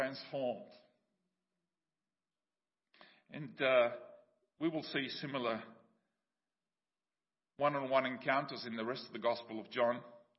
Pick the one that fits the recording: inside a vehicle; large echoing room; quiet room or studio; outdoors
large echoing room